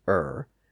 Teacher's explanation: Thanks to the centralizing pull of that R sound, all of those vowel sounds merged together in the 1600s. · Term: R-colored vowel